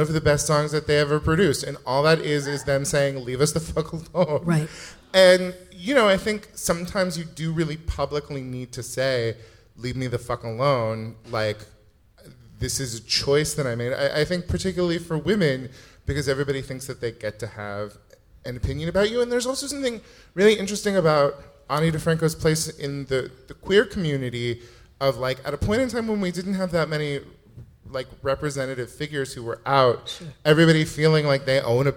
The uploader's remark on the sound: Recorded LIVE. Live in front of an audience as part of the Voyager Institute series.